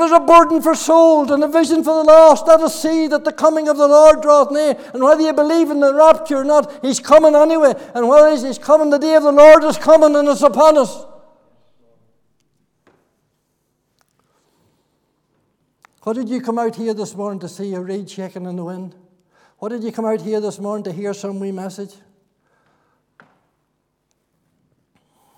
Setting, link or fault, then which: setting, large echoing room